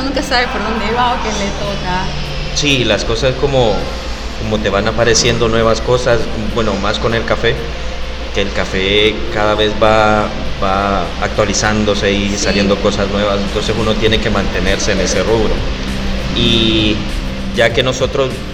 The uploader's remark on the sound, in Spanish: Oh! Café en el Festival Centroamérica de Café.